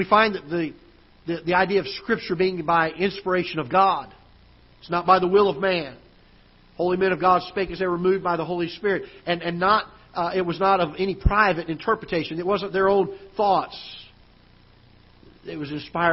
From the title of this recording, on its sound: Ketha Heights Baptist Church ~ Live Broadcast